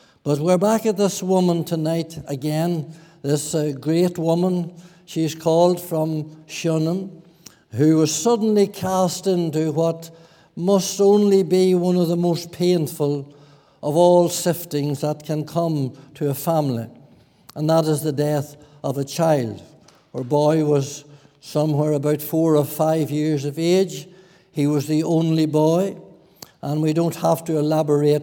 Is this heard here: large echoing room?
yes